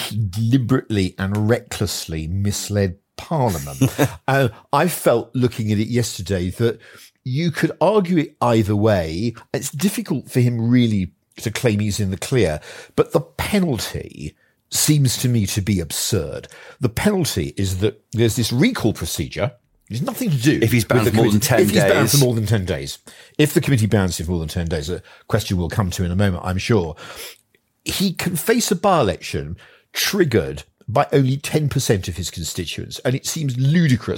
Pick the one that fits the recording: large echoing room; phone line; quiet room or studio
quiet room or studio